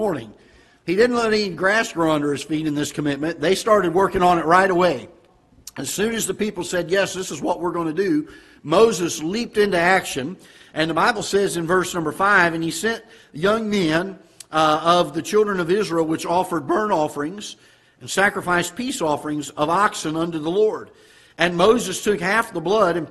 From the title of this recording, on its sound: Ketha Heights Baptist Church ~ Live Broadcast